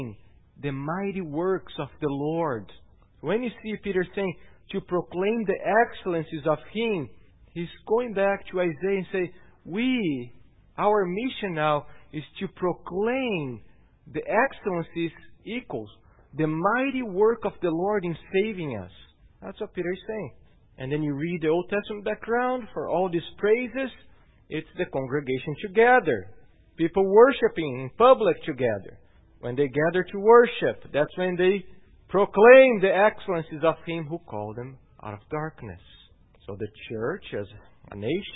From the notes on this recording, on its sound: at Gracious Cross Reformed Church Salem on Sunday, June 10th, 2018.